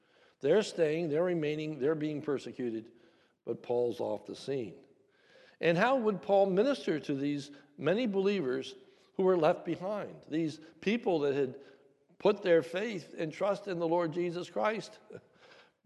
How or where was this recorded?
large echoing room